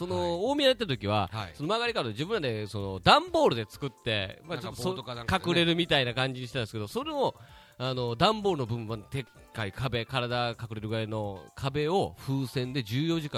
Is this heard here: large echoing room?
no